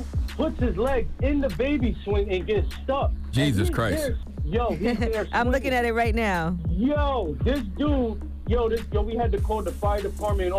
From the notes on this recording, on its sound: we opened up the phone lines to hear the listeners stories